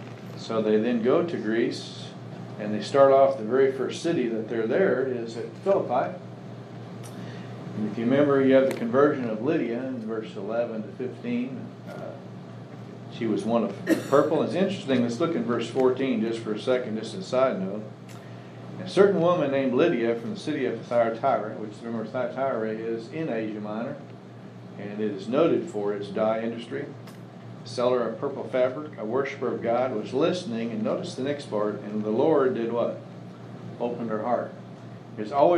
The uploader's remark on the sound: Services have resumed with Social Distancing in place, so we have returned to live recordings.